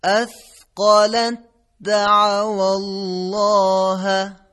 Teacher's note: در اینجا ت دو نقطه در حرف دال ادغام میشه